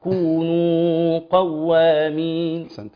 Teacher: الواو من حروف الرخاوه، ليس من حروف البينيه اللي هي التوسط ولا من حروف الشده